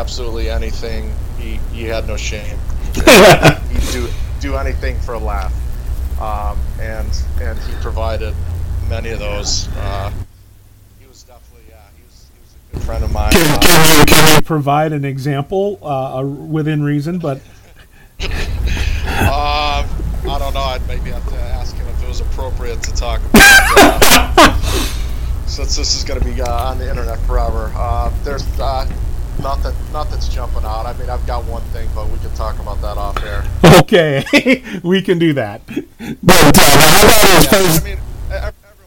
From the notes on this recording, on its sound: Some audio difficulties